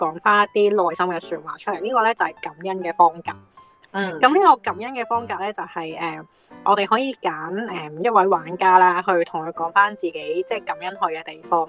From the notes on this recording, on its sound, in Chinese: 遙距錄音